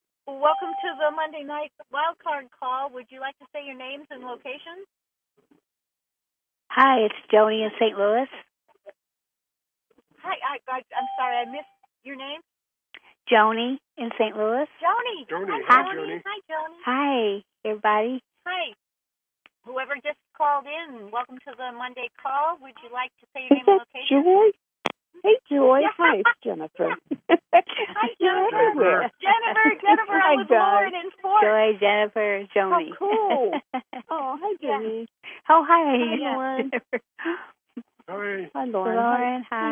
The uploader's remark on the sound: Conference Call LIVE